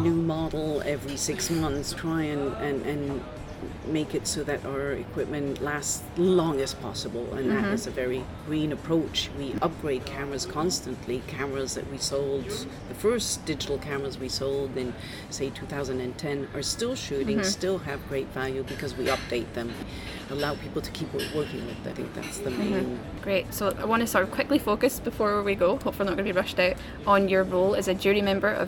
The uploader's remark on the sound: Live from the bustling Cannes Film Festival 2022. This was my first ever, in person, live interview and not over Zoom (for once!)...recorded in a slightly noisy hotel restaurant hence the odd clinking noise, or plate clattering.